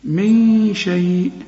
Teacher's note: نون السكنة دي اللي بدون تشكيل بيجي بعدها الشين، الشين من حروف الإخفاء، عاوزين غنة هنا